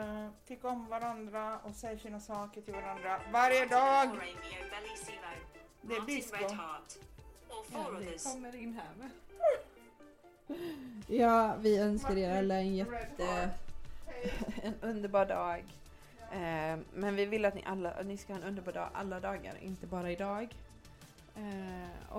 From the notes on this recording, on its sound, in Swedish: Ljudet är lite sådär inspelat hemma i köket med barn och mobiler och dylika ljud.